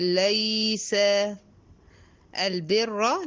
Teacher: أفخم الراء لأنها مشددة بالفتح